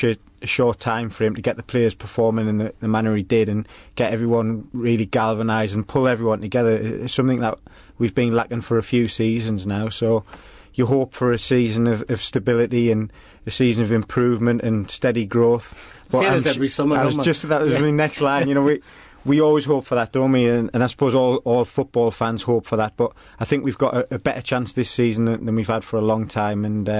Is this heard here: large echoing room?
no